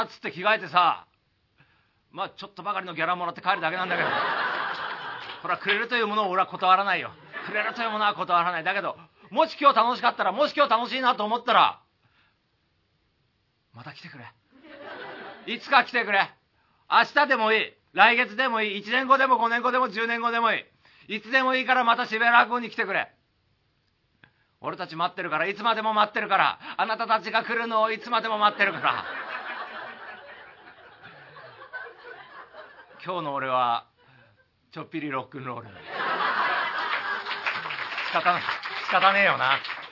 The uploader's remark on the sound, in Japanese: 渋谷らくご」にて収録